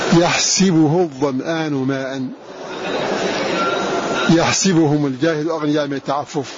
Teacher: قرأ بكسر السين في هذا الفعل المضارع الدال على الاستقبال